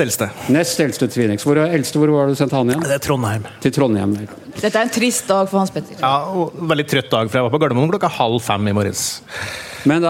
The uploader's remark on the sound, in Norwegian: Spilt inn med publikum på utestedet Bakgården i Oslo.